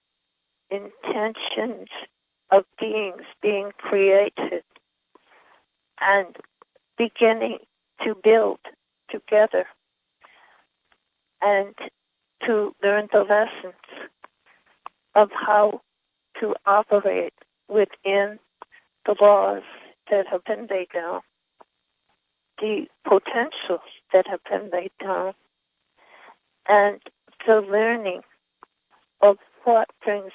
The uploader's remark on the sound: Conference Call LIVE